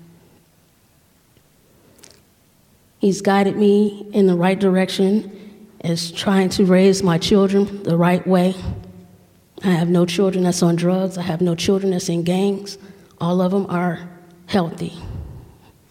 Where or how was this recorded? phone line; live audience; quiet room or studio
live audience